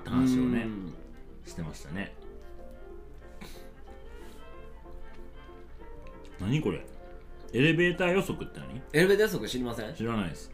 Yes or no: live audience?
no